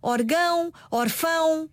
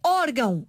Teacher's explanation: se eu não colocar o acento sobre a vogal, a tonicidade recai no ão. · Shown in: first take